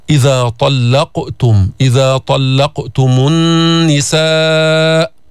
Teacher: ما تقول إذا طلقتم، طلقتم، ما تعمل فاصل، ما في سكتة بالقلقلة · جبنا النون المشددة، غنى بمقدار حركتين، صوت خرج من الخيشوم، بعدين جبنا المد الواجب المتصل أربع حركات. · Term: غنة